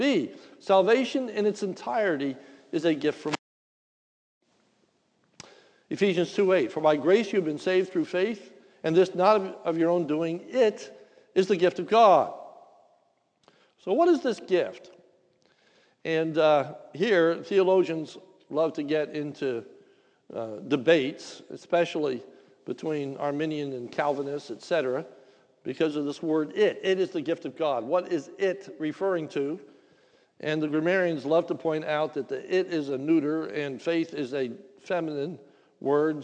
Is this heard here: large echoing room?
yes